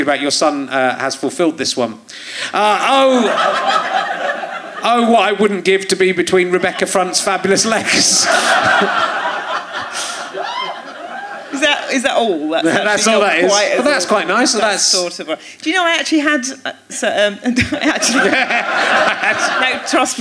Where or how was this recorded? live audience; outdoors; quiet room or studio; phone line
live audience